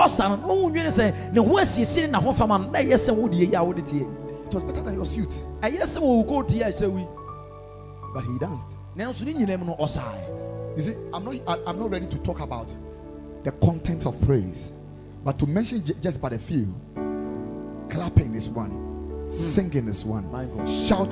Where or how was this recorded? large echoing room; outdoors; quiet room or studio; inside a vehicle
large echoing room